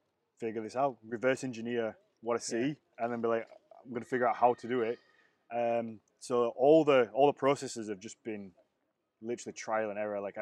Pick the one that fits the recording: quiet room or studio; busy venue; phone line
busy venue